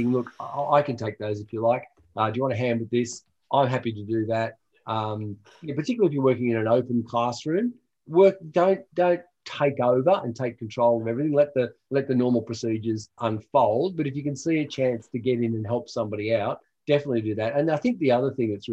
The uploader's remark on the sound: This episode is a recording of a live webinar in January 2021.